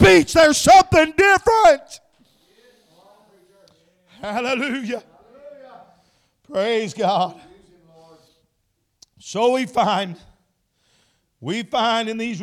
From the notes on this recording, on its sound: Shares an encouraging message with the congregation at Landmark Holiness Church.